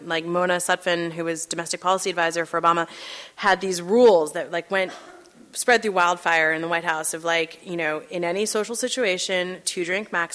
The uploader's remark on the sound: at Town Hall Seattle